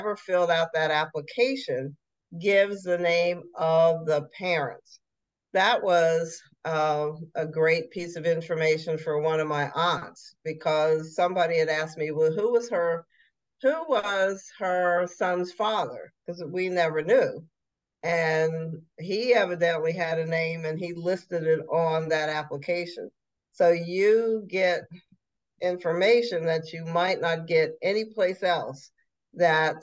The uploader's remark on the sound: This podcast was recorded in Zoom so there are some lags.